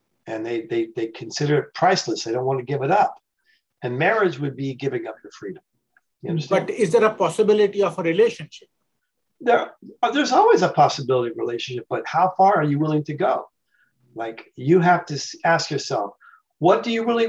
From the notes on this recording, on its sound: The shows are now all hosted on Zoom.